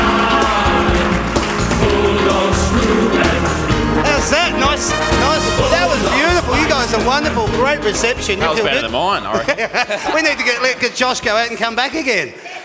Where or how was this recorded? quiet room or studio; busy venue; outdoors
busy venue